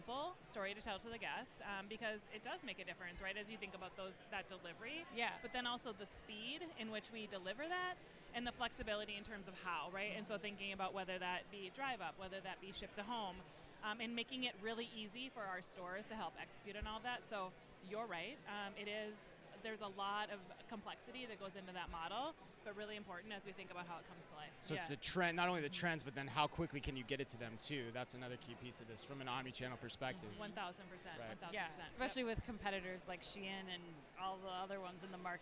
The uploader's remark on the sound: Live From eTail